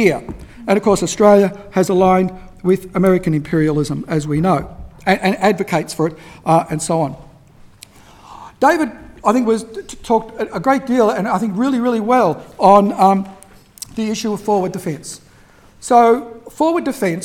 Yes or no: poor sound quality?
no